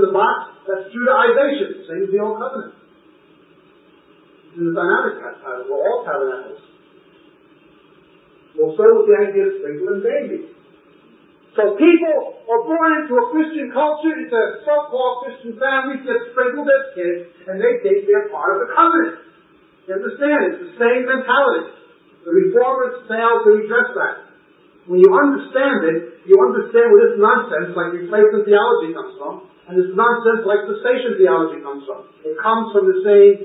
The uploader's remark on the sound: We apologize for the poor audio quality.